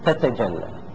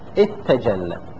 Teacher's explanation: هنا بالنسبة إلى قولنا تتجلى، لما ذكر ما هو مبتدأ بتاءين ذكر أن هذا فيه وجه آخر، قلنا الوجه الأول هو الفك تتجلى، الوجه الثاني الإدغام اتجلى. يقول فيه وجه ثالث وهو أننا نحذف إحدى التاءين تجلى، نقول تتجلى تجلى.